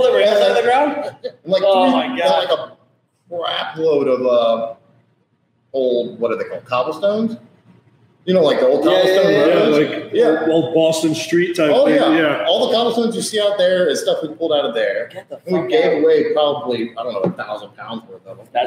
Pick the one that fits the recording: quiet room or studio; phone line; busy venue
busy venue